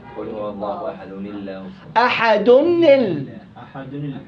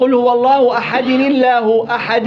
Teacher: أنا بكسر النون الساكنة الزائدة ولا أبدل التنوين المضموم أو المفتوح لتنوين كسر · Shown in: first take · هذا خطأ. مصباح نل، مصباح نل، مصباح.